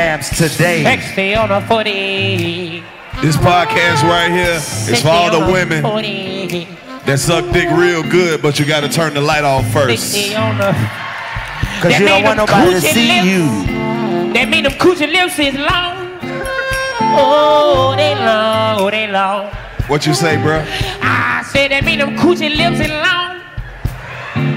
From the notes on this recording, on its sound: The coldest podcast continues the Act Up Summer Tour in Boston at the legendary Wilbur Theater. In front of a sold out crowd.